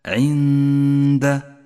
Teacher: تأمل حكم الإخفاء في كلمة عند. نقف بغنة زمنها حركتان على حرف النون من غير تشديد للدال